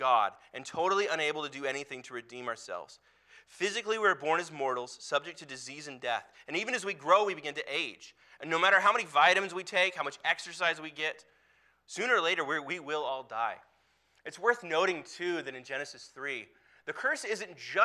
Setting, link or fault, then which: setting, large echoing room